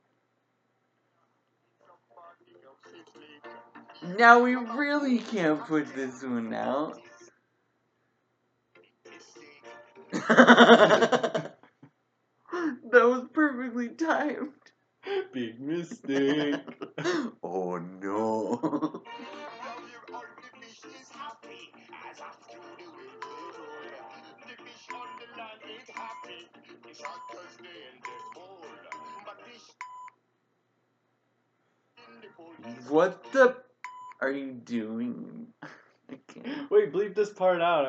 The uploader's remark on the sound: Numerous sound effects and music drops are deployed; proceed with caution. Apologies for any compromised audio. We're recording this one through a tiny laptop mic hole.